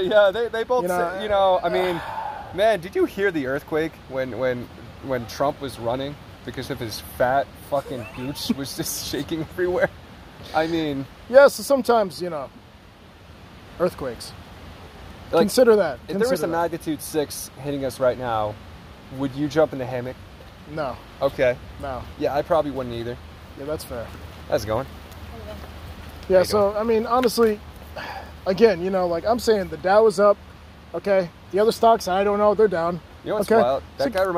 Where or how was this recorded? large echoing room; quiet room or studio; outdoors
outdoors